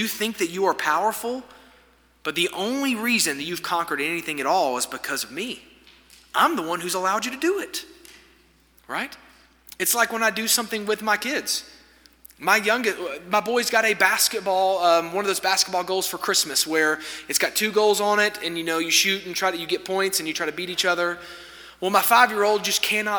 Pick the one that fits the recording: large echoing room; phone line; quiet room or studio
large echoing room